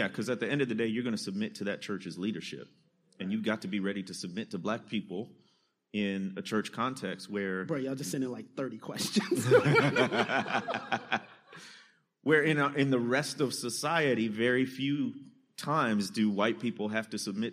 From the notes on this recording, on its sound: answering your questions from the Dallas, TX live show!